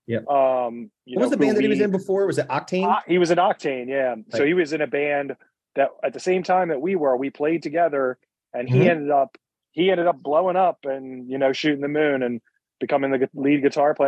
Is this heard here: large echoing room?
no